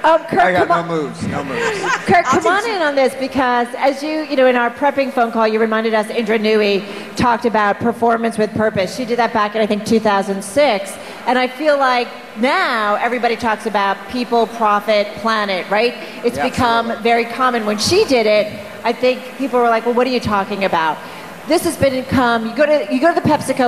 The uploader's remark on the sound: Featuring a panel from the Bloomberg Power Players Summit on tackling sustainability through sports.